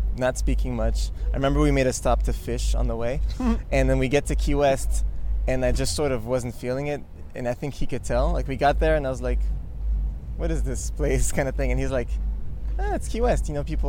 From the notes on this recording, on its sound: This interview was conducted in the alley behind the 930 Club, located in Washington, D.